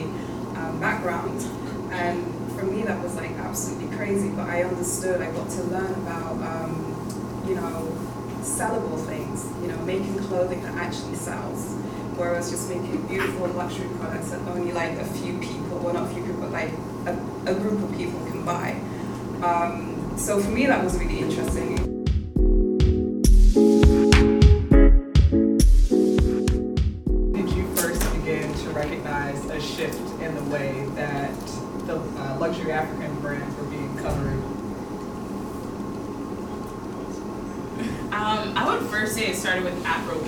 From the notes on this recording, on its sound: audio from The Folklore's sold-out New York Fashion Week panel discussion hosted last month at the Museum of Contemporary Diasporan Arts in Brooklyn, New York.